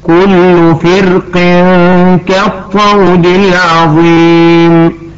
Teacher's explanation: ويجوز لنا أن نرقق الراء في كلمة فرق هكذا: كل فرق كالطود العظيم. ويجوز لنا أن نفخم الراء في كلمة فرق · ولكن عليك أن تعرفي أن الراء يجوز لنا أن نفخمها ويجوز أن نرققها في مثال واحد فقط في القرآن الكريم، هو كل فرق كالطود العظيم. ويجوز لنا أن نرقق الراء في كلمة فرق